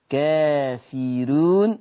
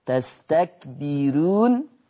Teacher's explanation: الراء مضمومة وقبلها كسر فترقق · Term: براءة مرققة